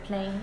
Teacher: When it's preceded by an aspirated plosive, mm-hmm. then it loses some voice. · Term: devoicing